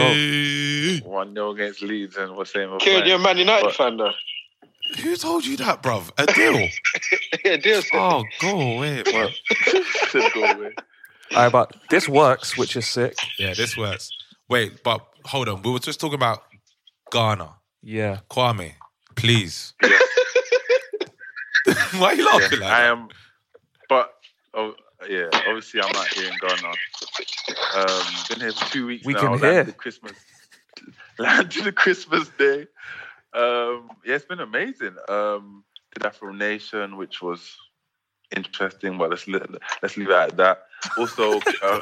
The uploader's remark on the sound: Away in Ghana, join the conversation via phone.